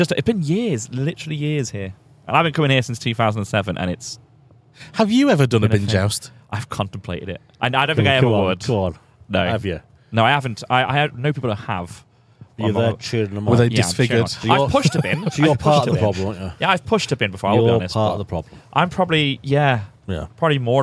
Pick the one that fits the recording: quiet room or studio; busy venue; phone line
busy venue